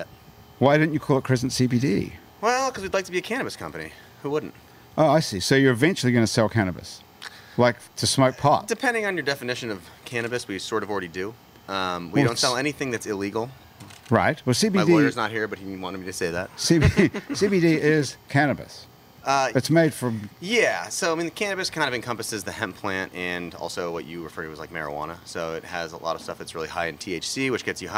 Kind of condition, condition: setting, outdoors